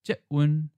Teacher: mispronounced it as jetwen, as if there were no tone change on that first syllable